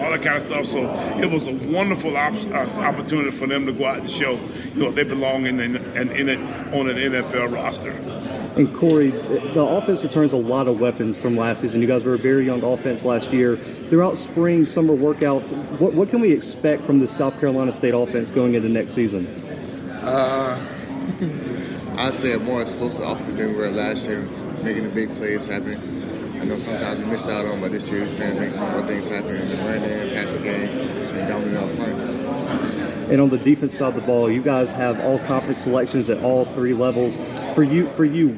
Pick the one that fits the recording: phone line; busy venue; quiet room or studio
busy venue